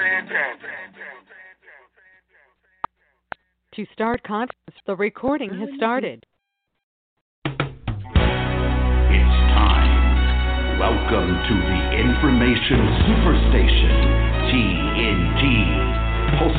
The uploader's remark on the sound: TNTSuperfantastic Conference Call